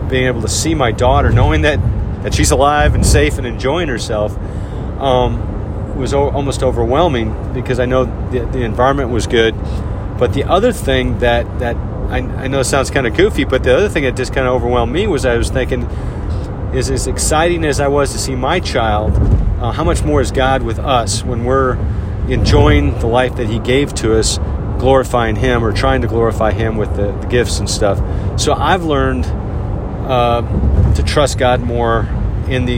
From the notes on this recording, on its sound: In the excitement of driving to camp at Pine Cove